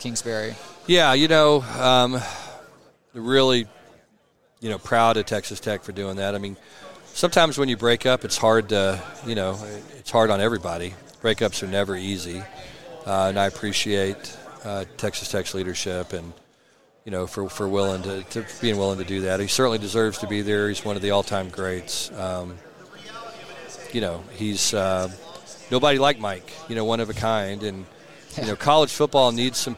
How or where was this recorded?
busy venue